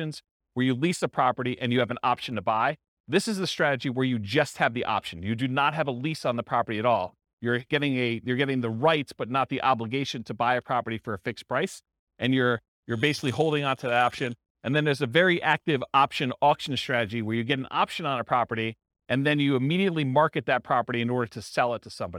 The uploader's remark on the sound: This was a live class recorded